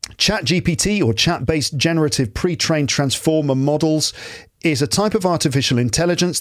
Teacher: the intonation rises slightly at the end of the sentence to indicate a statement of fact